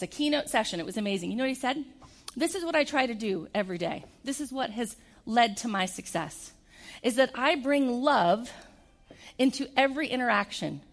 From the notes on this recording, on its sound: keynote event at the Idaho Business Reviews 2019 Women of the Year Ceremony